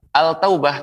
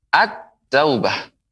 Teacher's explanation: alif lam dilebur ke huruf ta · Shown in: second take · at-taubah. Begitu pengucapannya. · Term: huruf syamsiah